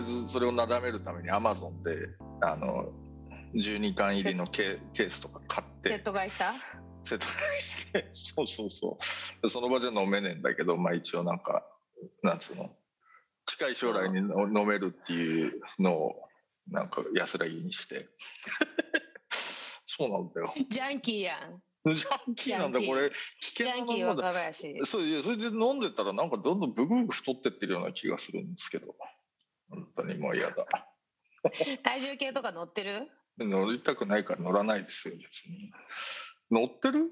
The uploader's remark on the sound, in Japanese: 本収録はビデオ会議サービス「Zoom」を使用し。一部聞き取りづらい箇所があります。